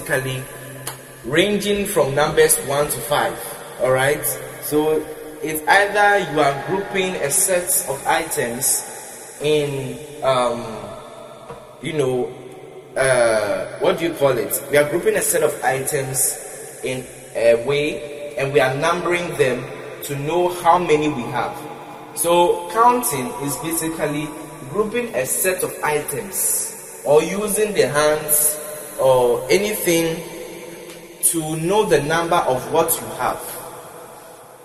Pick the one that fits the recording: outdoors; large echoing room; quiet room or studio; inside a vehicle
large echoing room